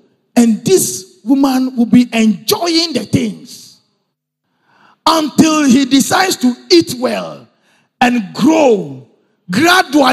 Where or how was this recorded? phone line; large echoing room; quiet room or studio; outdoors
large echoing room